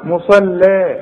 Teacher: تطلع اللام دي زي الحرير مرققه قوي